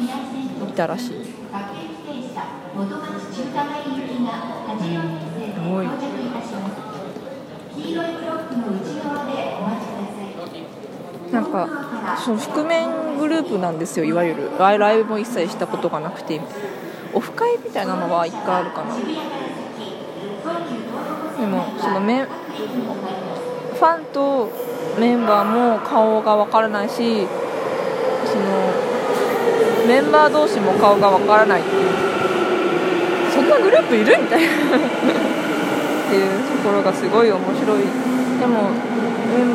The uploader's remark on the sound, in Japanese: 久しぶりのお外での録音です！